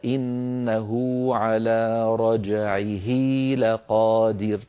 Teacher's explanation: أشبعنا ضمة الهاء في إنه حتى تولد منها واو لفظية تنطق ولا تكتب في الخط، لذلك ألحقها علماؤنا في المصحف الشريف. · Term: مد الصلة